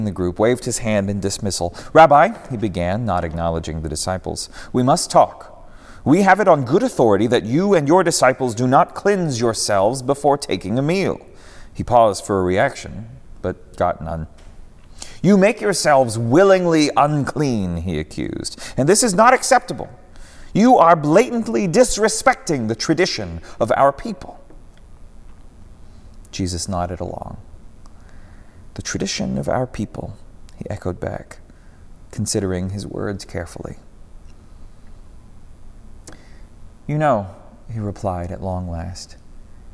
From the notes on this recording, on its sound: preached at Northminster Church